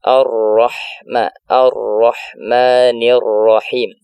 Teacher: Karena emang ro itu punya sifat takrir, bergetar, tapi getarannya roh itu tidak berlebihan, tidak dihilangkan, tidak pula di berlebihan ketika membaca huruf roh yang demikian.